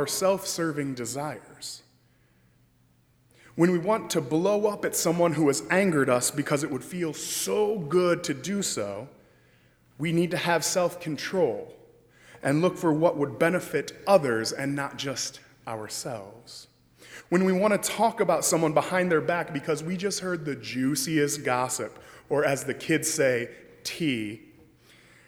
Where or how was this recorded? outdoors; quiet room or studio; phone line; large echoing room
large echoing room